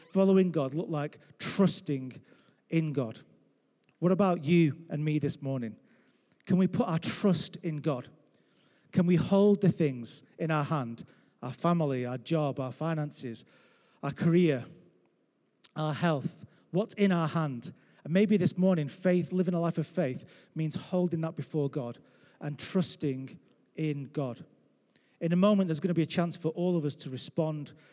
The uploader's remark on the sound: Recorded live at Life Church Lancashire 25th April 2021.